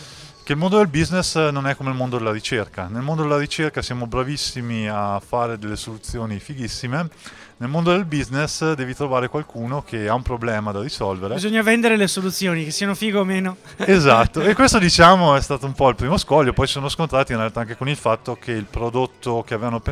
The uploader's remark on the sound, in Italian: Sempre in diretta per la speciale occasione dal Festival dell'Economia 2014.